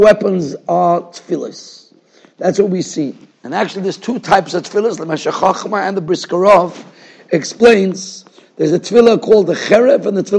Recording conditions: large echoing room